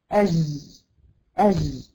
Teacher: هي جايبة وسط اللسان وحابة تحط في منطقة غار الحنك هنا، فالمنطقة واسعة فمش قادرة تحكم المخرج، فبالتالي يخرج معاها أج. · Term: الجيم المعطشة